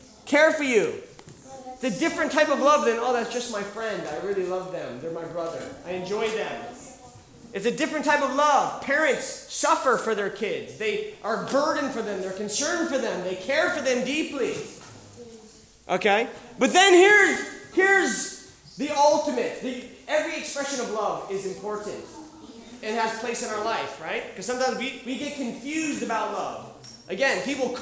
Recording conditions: live audience